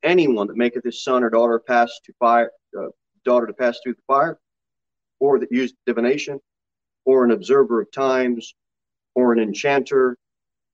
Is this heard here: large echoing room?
yes